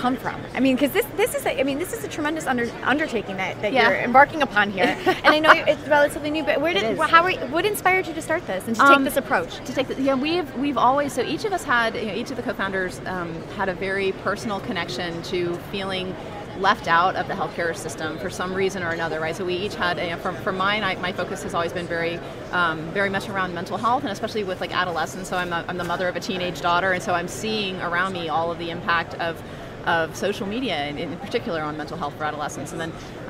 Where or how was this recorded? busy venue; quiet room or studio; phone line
busy venue